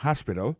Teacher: accent tombe sur le premier syllabe, là, il y a trois syllabes